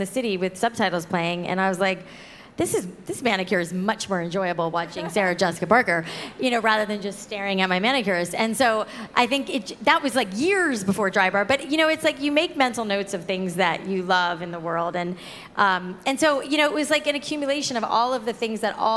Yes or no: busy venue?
yes